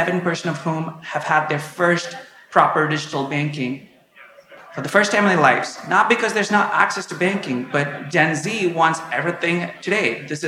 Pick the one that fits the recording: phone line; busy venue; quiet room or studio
busy venue